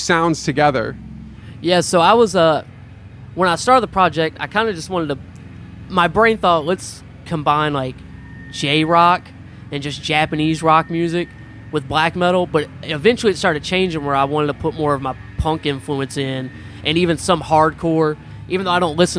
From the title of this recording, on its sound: LIVE at Jems Fest 2023!